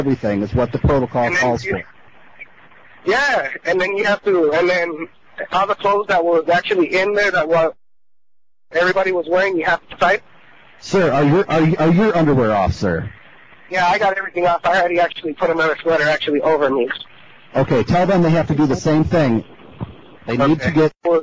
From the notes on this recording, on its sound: Prank Phone Calls